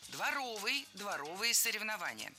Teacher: дворовый, с ударением на втором слоге и окончанием «ый». Других вариантов словари не фиксируют, так что дворовые соревнования.